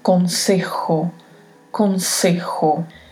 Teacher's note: La letra J tem esse som que vem meio da garganta, mas que não é um som de R, como R que utilizamos no português.